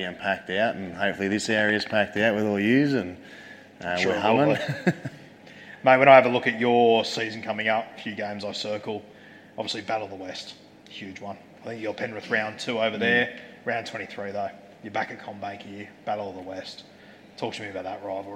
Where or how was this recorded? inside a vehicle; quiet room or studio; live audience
live audience